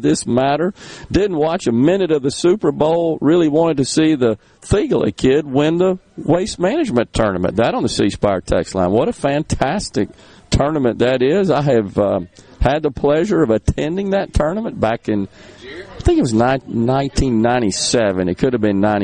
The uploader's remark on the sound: MidDays is LIVE from Carter Jewelers on High Street in Jackson